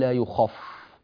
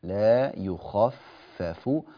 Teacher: خف هكذا الفاء تصير مفخمة · Shown in: first take · لا يخف، لا يخفف، الفاء تكون مرققة، فليراعى ذلك بارك الله فيكم، لا يخفف عنهم العذاب.